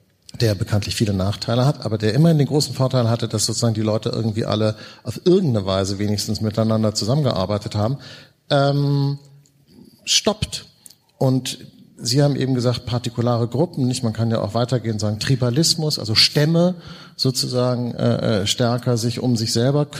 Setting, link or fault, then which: setting, live audience